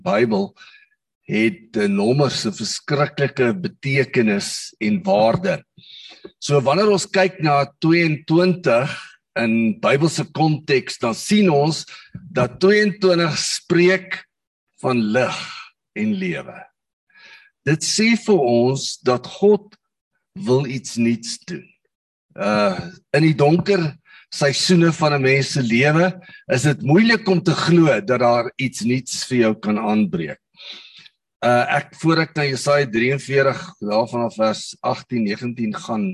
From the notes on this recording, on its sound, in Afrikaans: Manne van die Woord Zoom Byeenkoms.